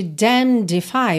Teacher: Porque a gente tem damned, que é D-A-M-N-E-D. Mas, praticamente, o N e o E, você vai esquecer deles. Então, você vai pro dam no M, né? Você para aqui e já vai pro D.